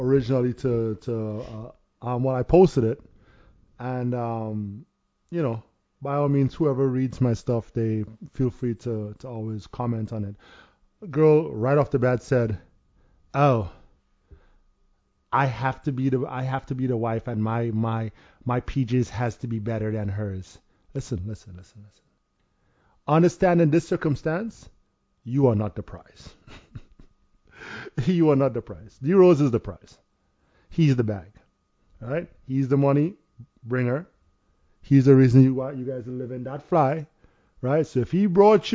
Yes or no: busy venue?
no